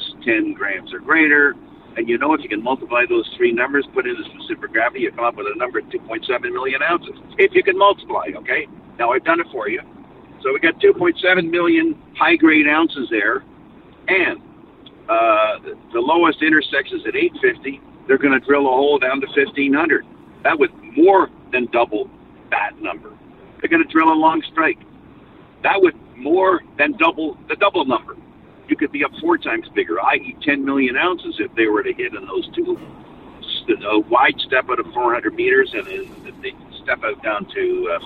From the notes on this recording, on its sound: as he drives down the freeway